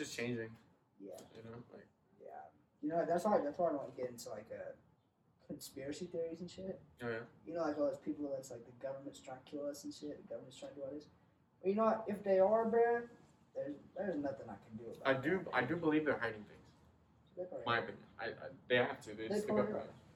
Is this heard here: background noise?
yes